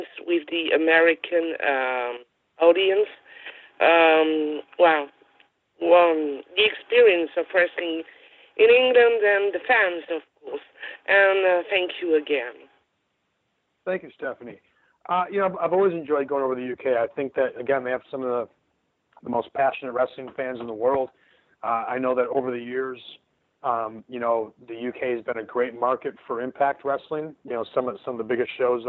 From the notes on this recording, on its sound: This is the full audio from the Impact Media call earlier today